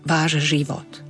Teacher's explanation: Váš život, opäť zdvojené ž, to š na konci slova váš, sa nám vďaka spodobovaniu zmení na ž